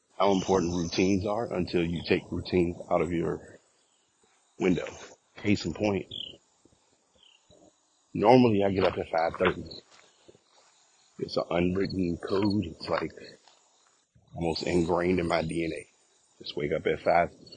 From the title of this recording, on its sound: Walking Recording